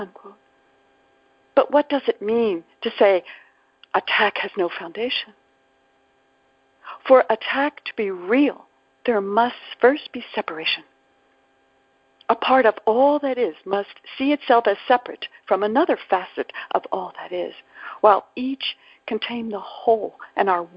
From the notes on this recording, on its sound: ACIM Daily TEXT Conference Call